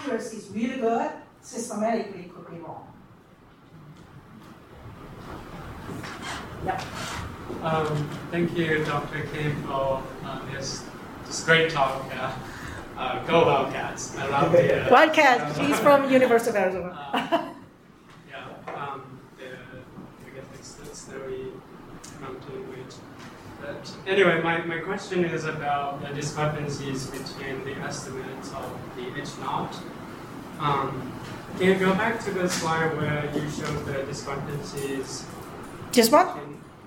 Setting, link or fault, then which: setting, live audience